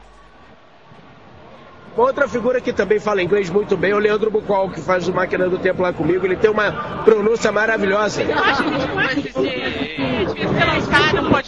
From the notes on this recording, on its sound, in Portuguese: Gravado diretamente da Campus Party. Escute os podcasters e blogueiros sobreviventes ao penúltimo dia de evento.